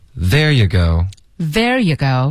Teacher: 大家要注意我们的元语调，我们的重音是 there.